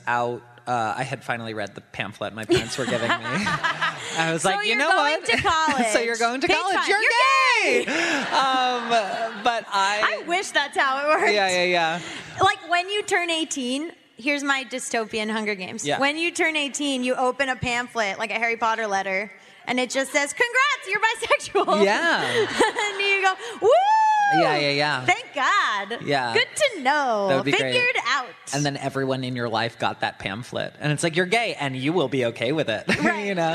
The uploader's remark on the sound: taped a live episode of Bad With Money at PodCon